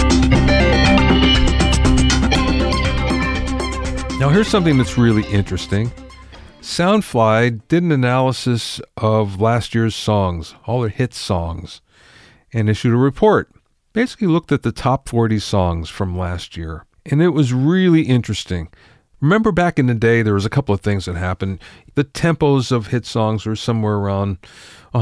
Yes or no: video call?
no